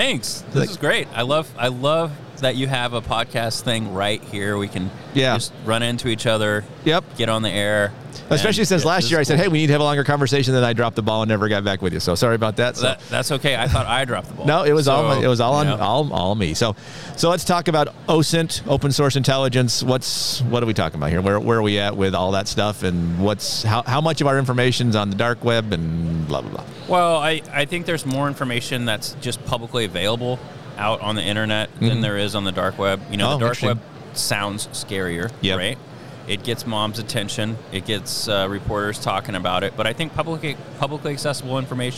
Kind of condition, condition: setting, busy venue